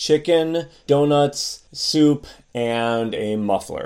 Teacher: as you're listing these things, the pitch of the list goes down at the end